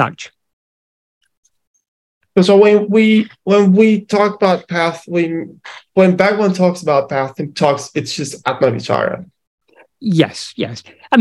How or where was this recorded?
video call